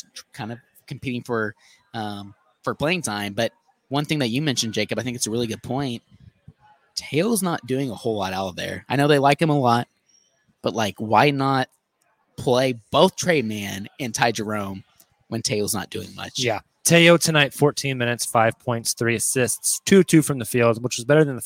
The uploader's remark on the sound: go live from Prairie Ale House in OKC